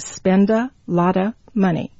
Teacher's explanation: So a lot a, we have the O sound before the T and the A sound after. So we have a T surrounded by vowels. T changes to D. D is a final consonant.